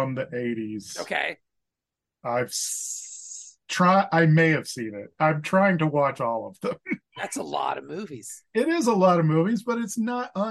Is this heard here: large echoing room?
no